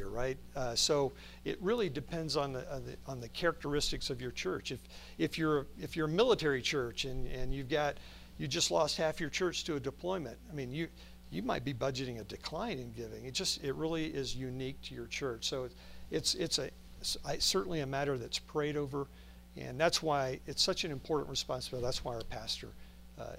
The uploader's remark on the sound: From the Spiritual Leadership Conference at Lancaster Baptist Church